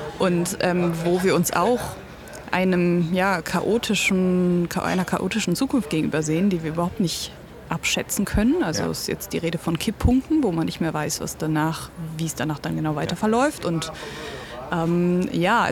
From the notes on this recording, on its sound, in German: Und falls Ihr Euch über die Hintergrundgeräusche wundert. Haben uns Mitten in Köln getroffen, an einem Spot, an dem viele Menschen unterwegs waren.